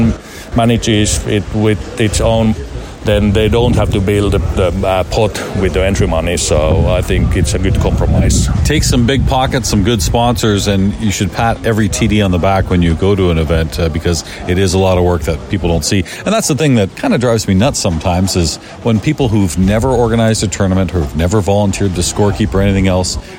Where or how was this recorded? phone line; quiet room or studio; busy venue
busy venue